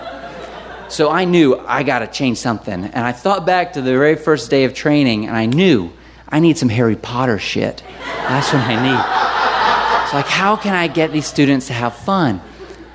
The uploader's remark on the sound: Live From Chapel Hill!